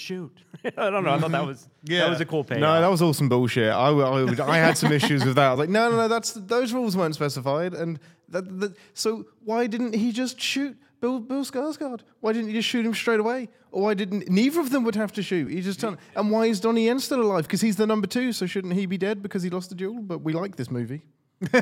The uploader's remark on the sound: Live from SinWeek! Joined by the entire CinemaSins staff, live at SinWeek.